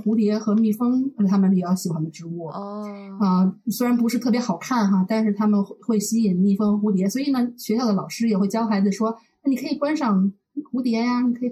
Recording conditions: poor sound quality